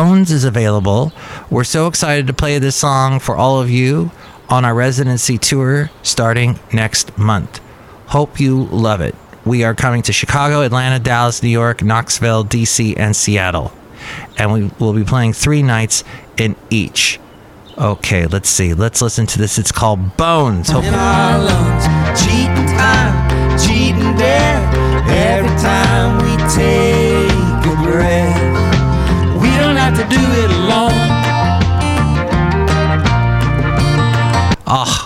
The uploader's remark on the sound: podcasts live from Cafe Anyway